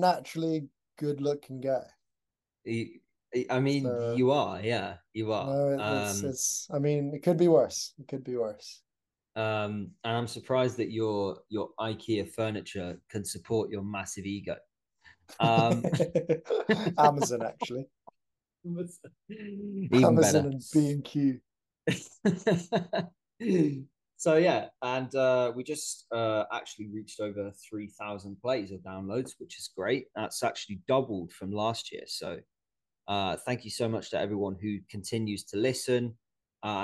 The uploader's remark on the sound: We decided the best thing to do was start recording video footage as well. The episodes will be recorded through Zoom.